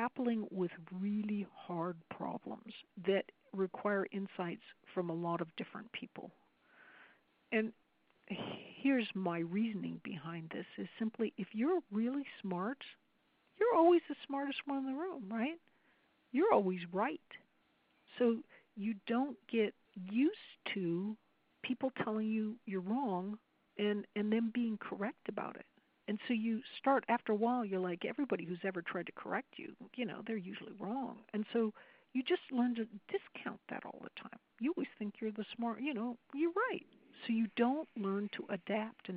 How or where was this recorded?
phone line